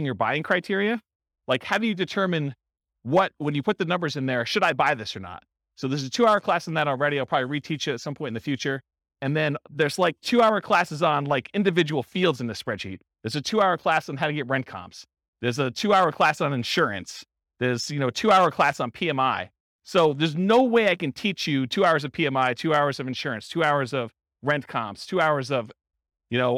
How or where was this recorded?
live audience